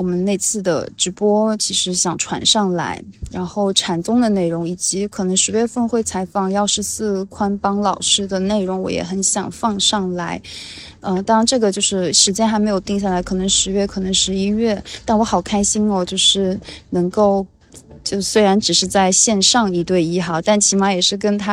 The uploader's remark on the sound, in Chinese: 又坐在神社的树下录了这起播客。录音的时候人们来来去去，说话的声音，水流声，树叶的沙沙声，摇铃铛的声音。